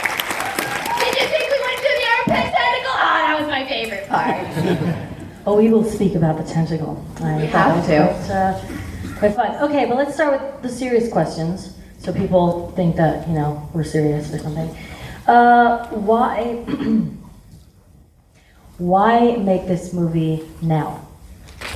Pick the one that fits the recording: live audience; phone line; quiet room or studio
live audience